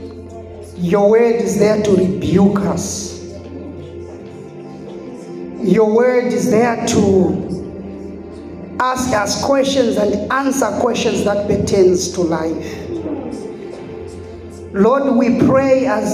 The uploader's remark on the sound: The sermon was preached in the church setup.